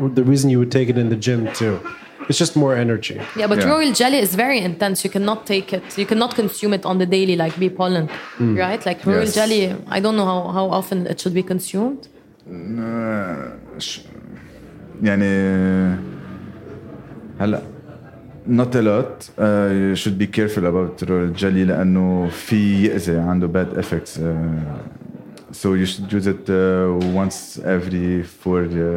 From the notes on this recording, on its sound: Taped live at Aaliya's Books.